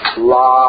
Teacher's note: The vowel can go from I to E